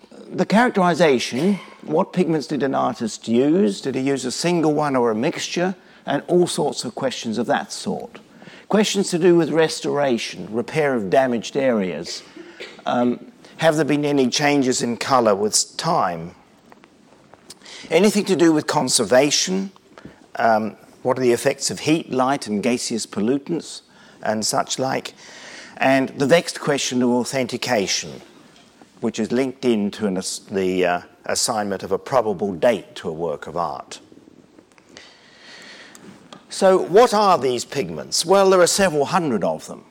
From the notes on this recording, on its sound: Lunch Hour Lecture on tour at the British Museum.